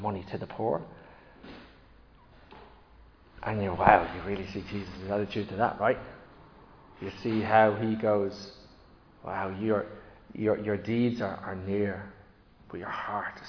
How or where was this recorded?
large echoing room